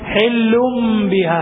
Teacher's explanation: അപ്പൊ ആ നൂനിനെ മീമാക്കണം, ഹെല്ലുൻ എന്ന് നൂന് കേൾപ്പിക്കുന്നതിന് പകരം മീമ് കേൾപ്പിക്കണം